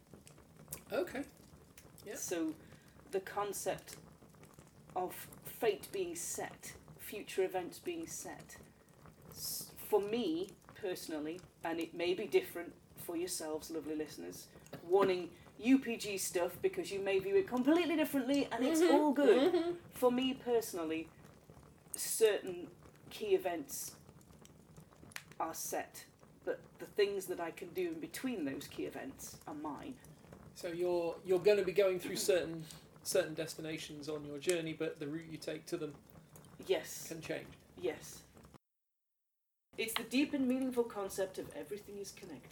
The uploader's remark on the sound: Background fire ambience